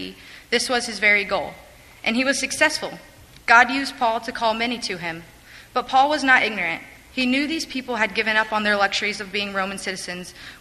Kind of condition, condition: setting, large echoing room